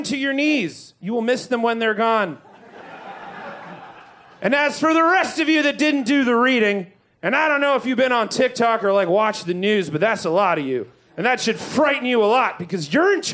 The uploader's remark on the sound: Recorded LIVE at Chicago’s Historic Green Mill Lounge.